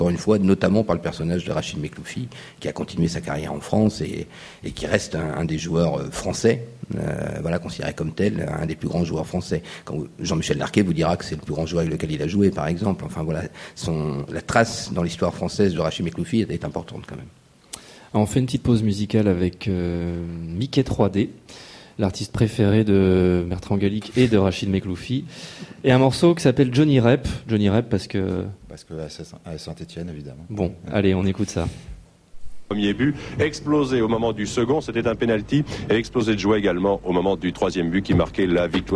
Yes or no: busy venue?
yes